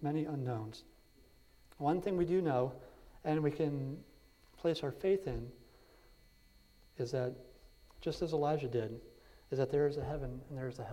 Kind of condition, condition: setting, large echoing room